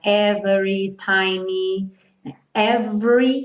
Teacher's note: Então, cuidado para não falar every time, every, como se fosse do V direto para o R, time, terminando no M.